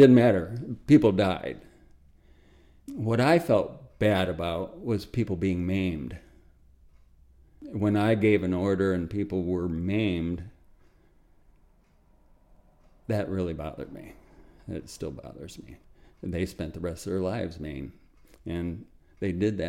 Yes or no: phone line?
no